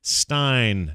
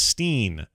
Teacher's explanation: in German, it would be pronounced with a long I sound like Stein, not Steen · Shown in: first take